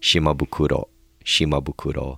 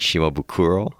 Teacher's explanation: There's really no accent on the syllables · Shown in: first take